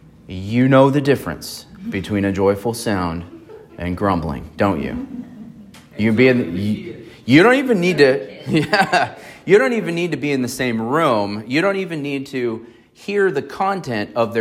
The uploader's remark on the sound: on September 10, 2023 at Emmanuel Baptist Church in Fallbrook, California.